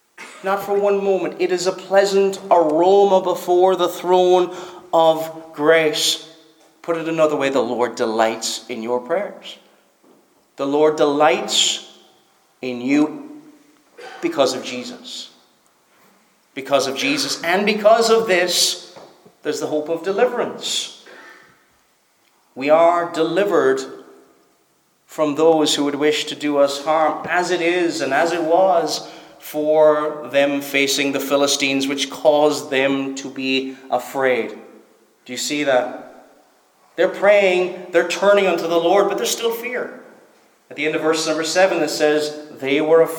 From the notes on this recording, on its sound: Preached at Stornoway Free Church -Continuing